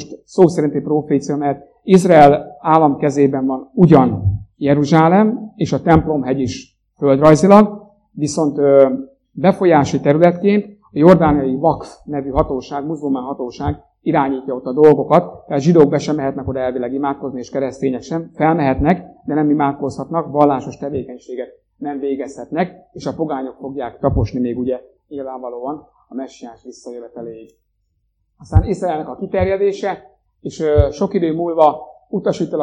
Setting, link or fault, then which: fault, poor sound quality